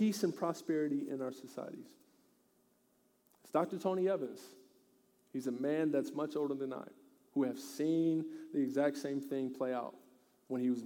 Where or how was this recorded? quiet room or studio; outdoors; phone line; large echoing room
large echoing room